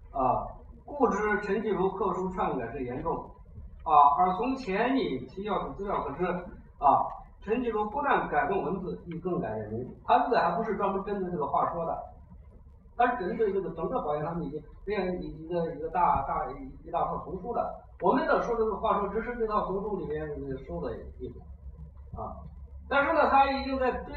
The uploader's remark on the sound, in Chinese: 讲座录音